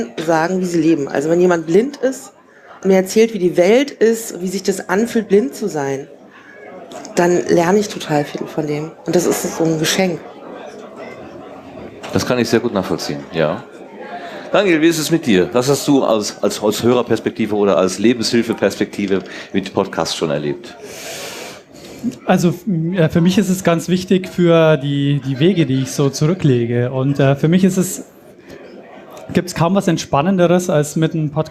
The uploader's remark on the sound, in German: Wisspod-Quiz (33c3-sendezentrum). Wir werden auf der Sendezentrums-Bühne interessante Gäste aus dem Bereich des Wissenschaftspodcasting aber auch der Wissenschaftskommunikation haben. Gemeinsam mit dem Publikum ein Jeopardy-Quiz veranstalten. Dabei gilt es mit Hilfe von Audioauschnitten aus Wissen{schaft}spodcasts die dort behandelten Themen zu erraten.